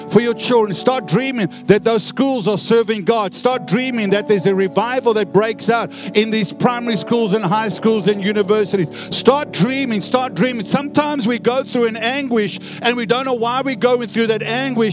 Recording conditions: large echoing room